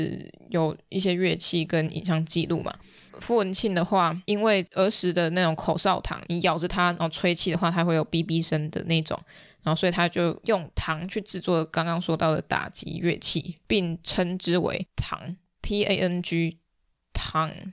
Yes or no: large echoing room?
no